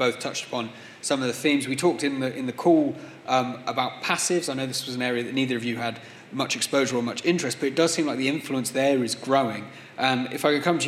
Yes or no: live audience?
yes